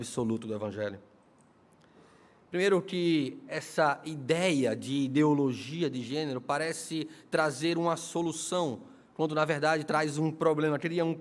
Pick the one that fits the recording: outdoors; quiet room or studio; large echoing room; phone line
large echoing room